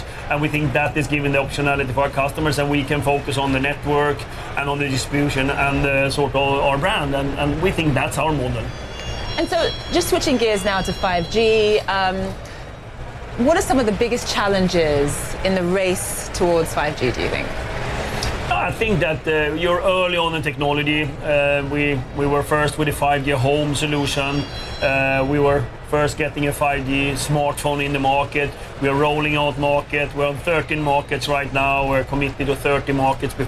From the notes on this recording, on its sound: Live from the New York Stock Exchange.